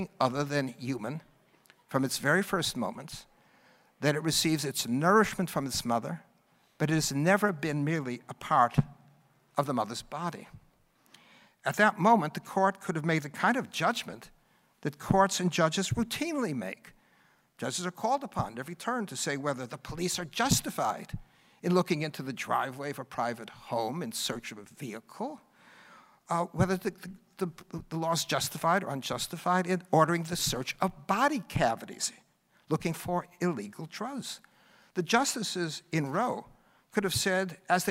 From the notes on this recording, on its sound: NatCon 3 Miami. Address at the Miami National Conservatism Conference.